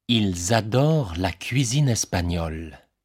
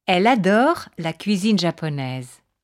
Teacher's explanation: So, before a vowel sound, you can hear that S. · Shown in: first take